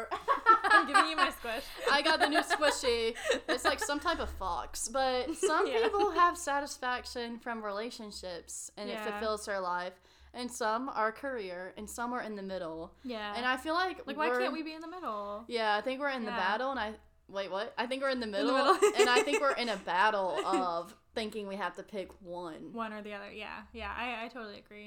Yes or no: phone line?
no